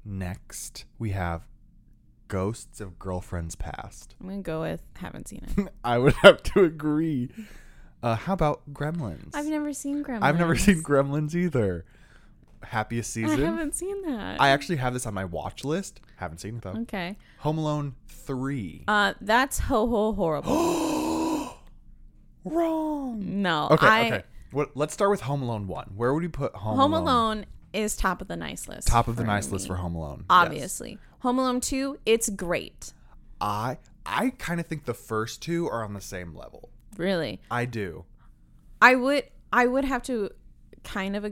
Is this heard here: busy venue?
no